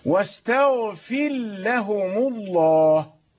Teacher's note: الراء أضغمت في اللام من باب حروف قربت مخارجها · Term: إدغام